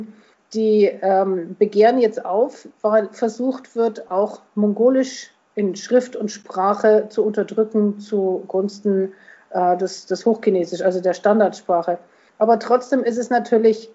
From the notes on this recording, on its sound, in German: Das Gespräch wurde am 17.05.2021 als Onlinetelefonat durchgeführt und aufgezeichnet.